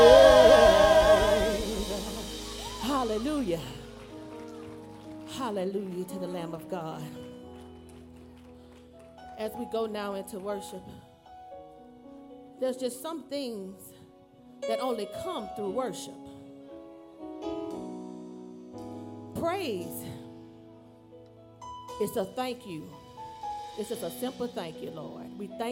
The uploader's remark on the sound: live-recording